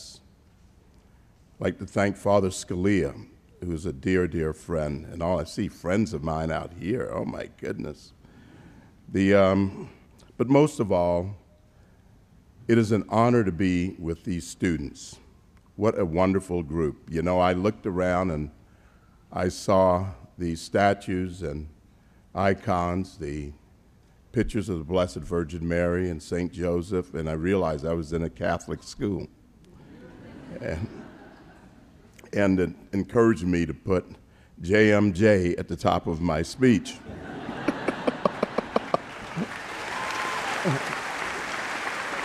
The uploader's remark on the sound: delivered the commencement address at the 2018 Commencement Ceremonies at Christendom College